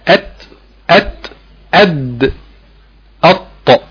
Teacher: ظهر طرف اللسان مع ما يوازيه من اصول السنايا العليا. يعني مش مش مش مش طرف لسانك اللي هو حته القدامية بس، لا، في حته من ظهر اللسان، الحته اللي ورا الطرف على طول هتلمس معاك المخرج ده. · الحته اللي طرف لسانك ومعاها حته من ظهر راس طرف اللسان بتلامس اصول الثنايا العليا · Term: مخرج الطاء والدال والتاء